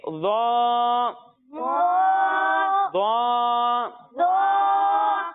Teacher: ضوا میں بھی زال کی طرح سیٹی کی آواز نہیں آئے گی